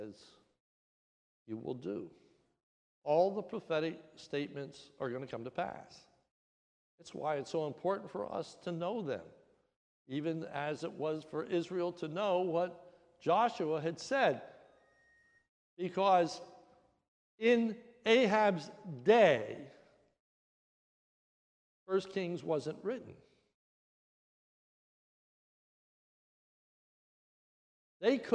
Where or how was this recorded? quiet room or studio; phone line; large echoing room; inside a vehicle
large echoing room